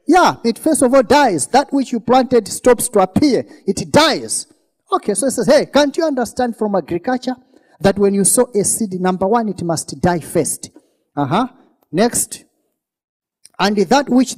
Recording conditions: live audience